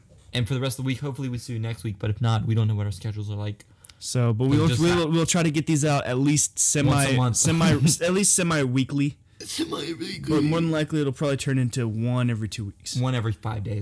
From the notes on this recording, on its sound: We had some issues with the recording software and hardware so forgive us if this episode isn’t up to the same quality as the first